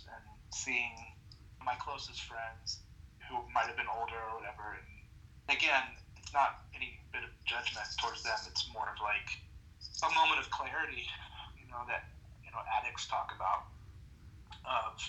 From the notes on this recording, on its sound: As Seattle isn't around the corner to London we had a phone call interview.